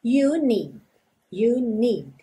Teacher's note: Percebe como esse D final, need, quase não aparece.